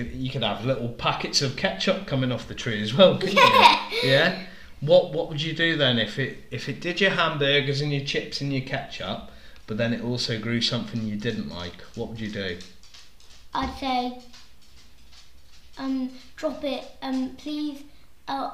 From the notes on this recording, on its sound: First episode with children technical glitches.